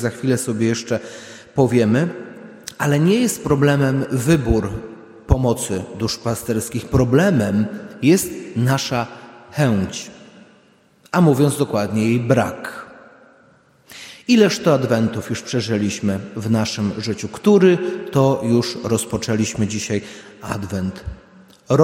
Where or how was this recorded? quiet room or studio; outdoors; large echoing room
large echoing room